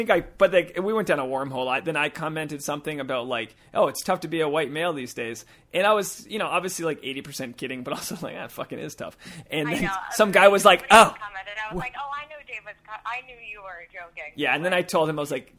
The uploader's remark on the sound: We thought we'd air this phone conversation we had